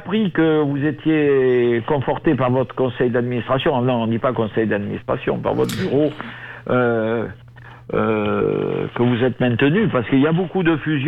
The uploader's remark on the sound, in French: En direct et par téléphone